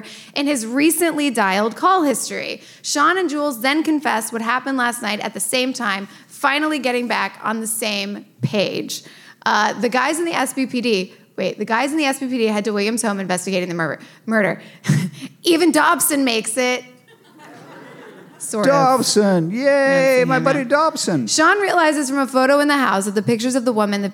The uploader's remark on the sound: LIVE FROM SKETCHFEST. Are joined by hundreds of Psycho's LIVE.